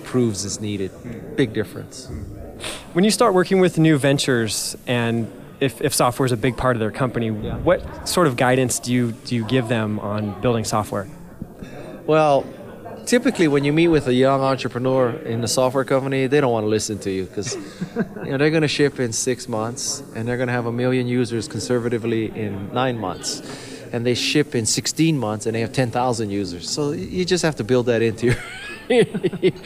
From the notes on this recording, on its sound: Fresh off the press from our MIX08 coverage we bring you a special show highlights from the keynote addresses.